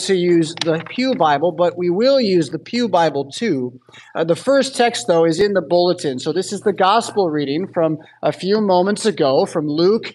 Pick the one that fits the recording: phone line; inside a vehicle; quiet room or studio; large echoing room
large echoing room